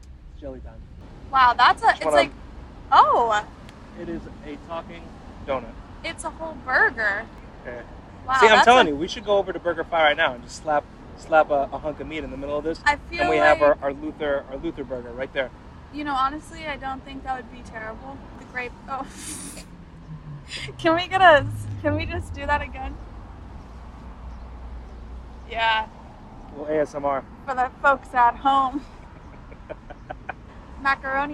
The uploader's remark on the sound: This is a first run of that experience in real-time, with literal munches on doughnuts as well as a lot of background noises happening during this recording. The recording is a little crude, as we decided to do an impromptu recording on our phones sans podcast equipment. Since it was our first test run, technical difficulties ensued during the process, which was caught in the audio.